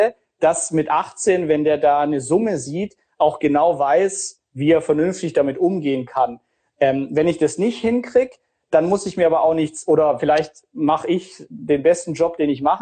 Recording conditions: video call